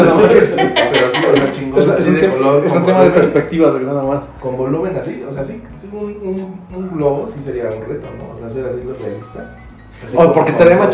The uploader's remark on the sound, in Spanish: Episodio piloto trabajaremos en el audio.